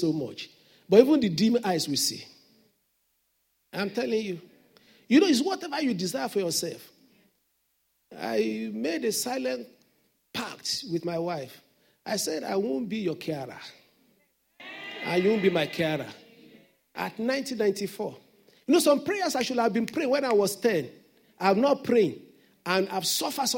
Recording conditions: large echoing room